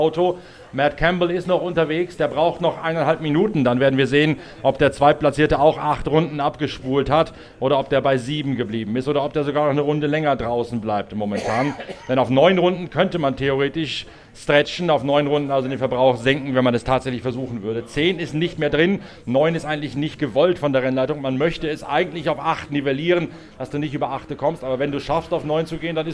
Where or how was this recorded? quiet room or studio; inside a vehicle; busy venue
busy venue